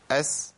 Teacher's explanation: إحنا سنقول السين إيه؟ رخوة مهموسة. أس، هتلاقوا الغالب عليها الهمس.